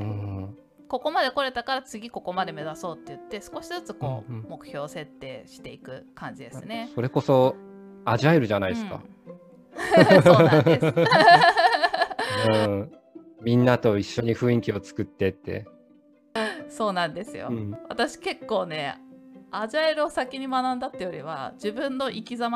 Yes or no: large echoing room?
no